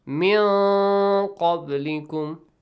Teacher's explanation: Hide the sound of it, okay? Do not pronounce the noon fully. Like, the noon when you pronounce, the tip of your tongue, okay, goes to touch your the back of your teeth, okay, upper teeth. · Term: nun sakin